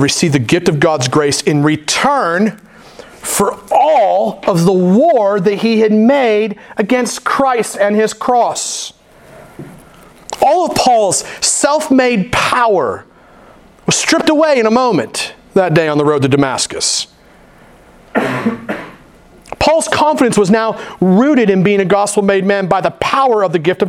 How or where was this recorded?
large echoing room